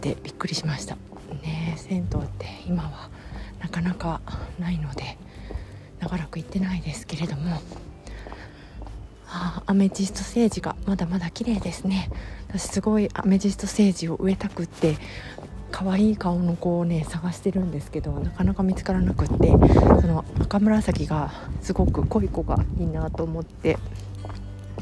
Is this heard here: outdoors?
yes